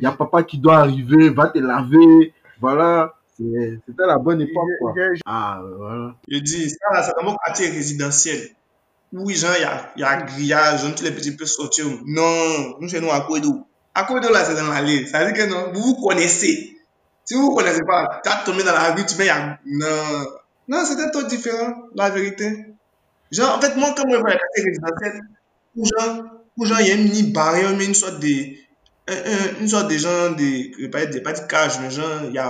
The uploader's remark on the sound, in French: Ce podcast est enregistré à distance, veuillez-nous excuser pour la qualité du son.